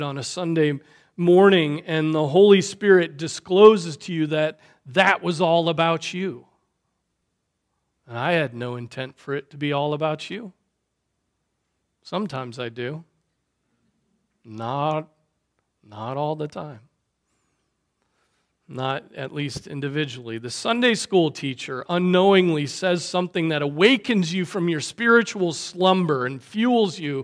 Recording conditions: large echoing room